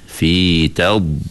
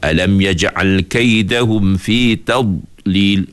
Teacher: Contoh macam alam yaj'al kaidahum fi tad, dia tekan benar. Sebenarnya sebut dot tak begitu menekan secara kasar. · Shown in: first take · Kita sebut lembut-lembut aja, fi tad.